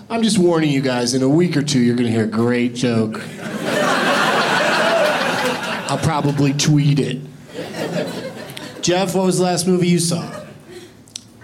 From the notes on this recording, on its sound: Live from Comedy Works in Denver